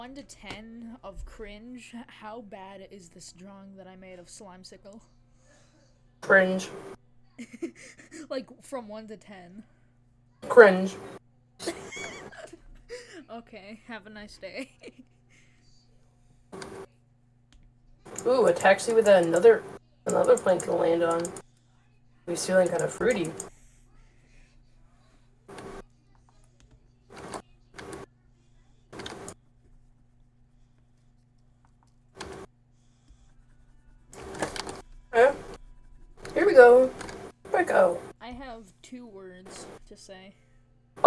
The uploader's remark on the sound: sorry my mic is quiet